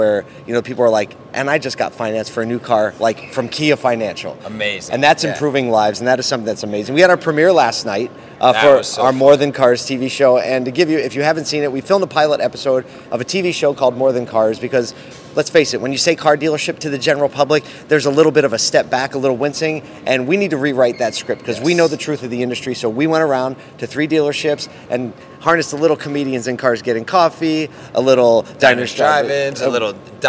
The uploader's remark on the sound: LIVE from Digital Dealer